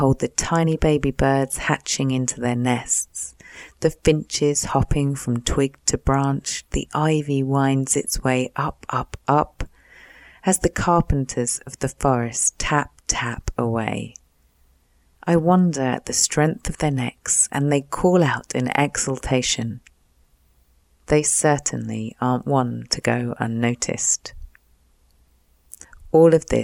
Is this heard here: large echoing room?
no